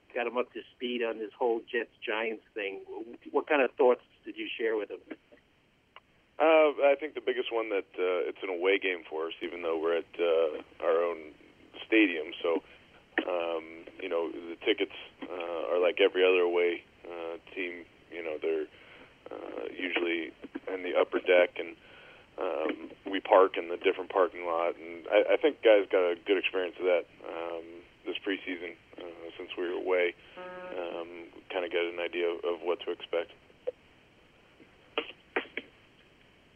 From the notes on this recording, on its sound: Addressed Reporters on Conference Call